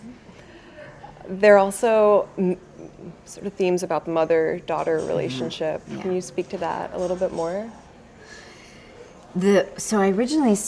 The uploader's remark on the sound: chats with us at the 2016 Portland Film Festival